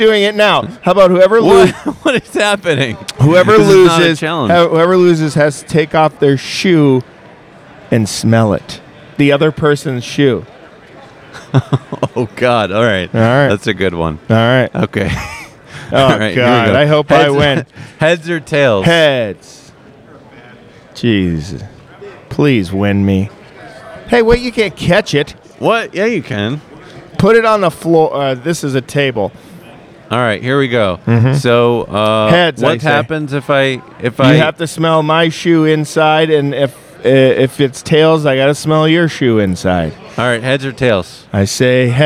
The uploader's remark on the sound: We’re also on a field trip to the Long Beach Coin Expo where we auctioned off some amazing Stranger Things coin collectibles live on the Whatnot App.